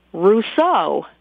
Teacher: That's with an accent on the second syllable